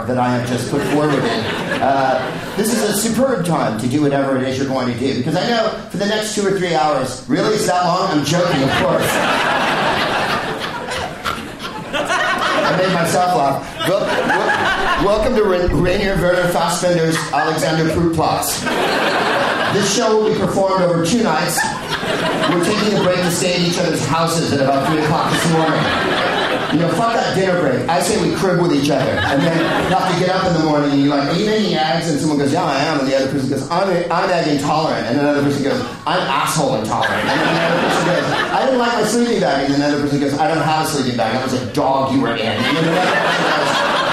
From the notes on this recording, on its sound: Live from the Bell House in Brooklyn, NY